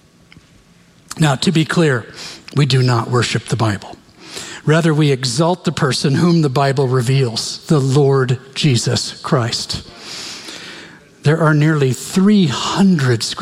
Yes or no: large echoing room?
yes